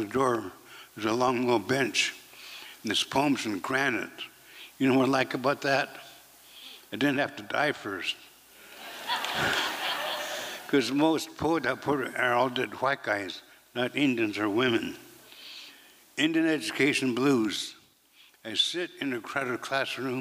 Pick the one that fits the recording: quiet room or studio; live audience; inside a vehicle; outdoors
live audience